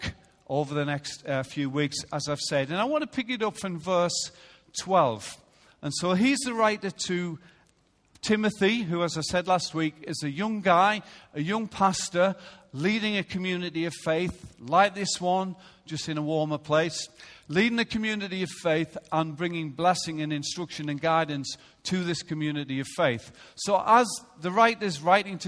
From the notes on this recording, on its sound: Recorded live at Life Church on Sunday 3rd July 2016.